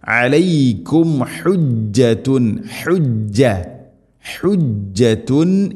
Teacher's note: അലൈക്കും ഐൻ തൊണ്ടയുടെ മധ്യഭാഗം